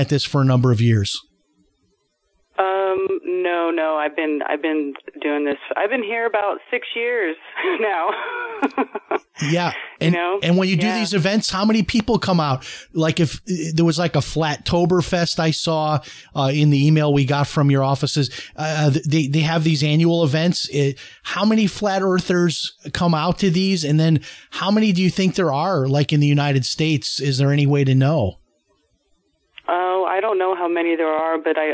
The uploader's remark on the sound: opens up the phone lines and even a former commercial pilot calls